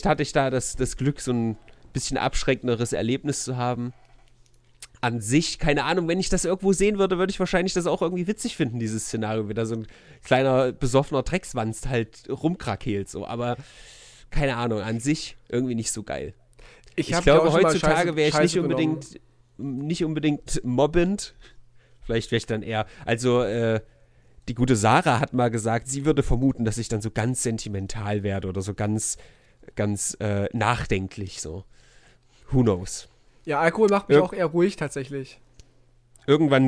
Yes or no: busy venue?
no